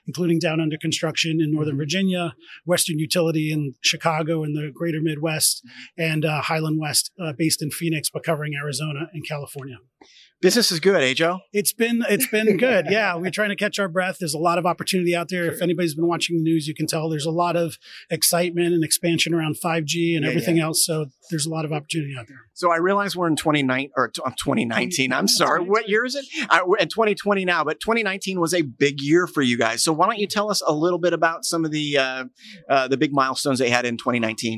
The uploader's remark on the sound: Metro Connect 2020. Live from Metro Connect.